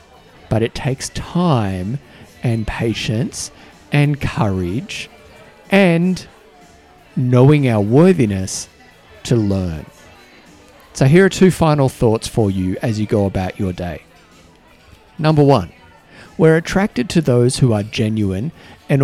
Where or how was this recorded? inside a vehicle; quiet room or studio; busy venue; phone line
busy venue